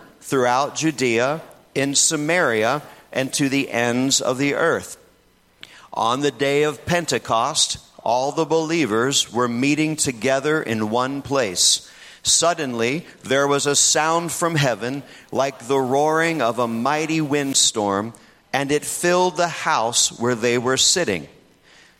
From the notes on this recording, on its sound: In this message from the Renew Conference